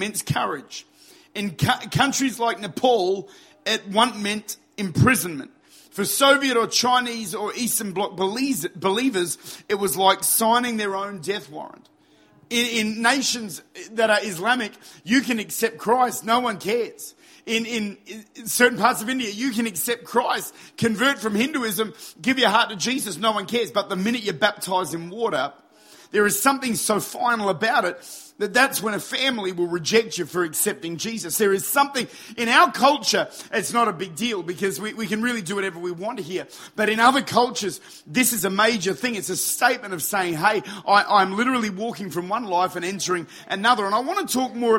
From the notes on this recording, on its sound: Recorded at Lifepoint Church, Adelaide. Recorded at one of our baptismal services at Lifepoint.